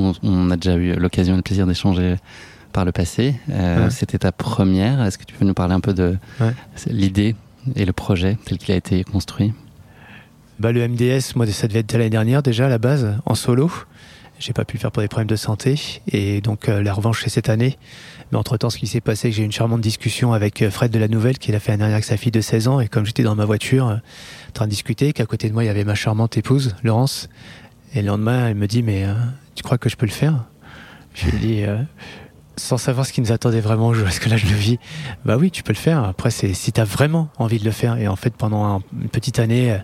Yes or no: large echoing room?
no